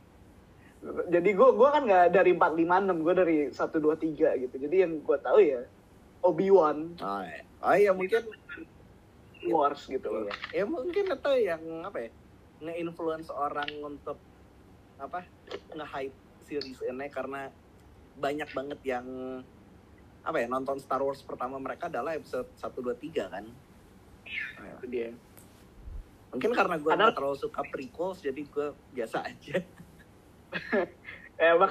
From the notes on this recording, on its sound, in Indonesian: Episode ini direkam melalui koneksi internet yang tidak stabil, maka tolong dimaklumi kualitas suara yang berubah-ubah.